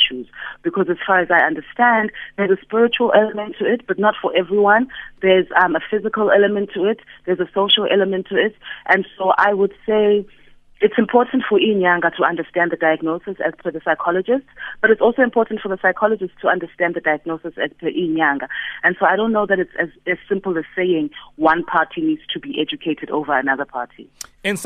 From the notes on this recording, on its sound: TELEPHONE INTERVIEW